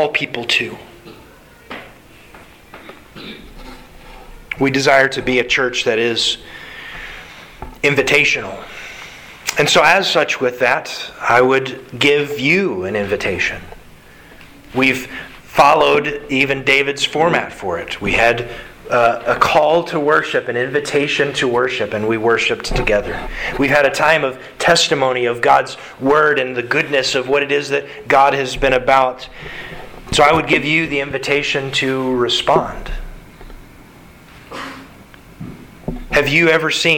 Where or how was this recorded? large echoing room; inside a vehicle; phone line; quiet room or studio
large echoing room